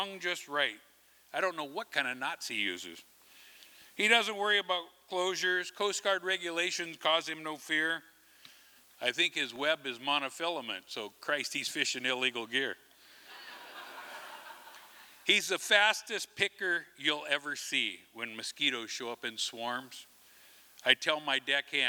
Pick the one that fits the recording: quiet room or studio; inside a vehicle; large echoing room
large echoing room